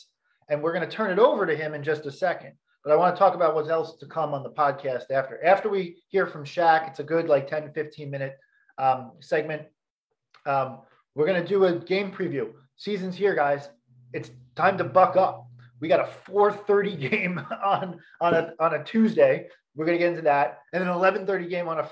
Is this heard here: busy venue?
no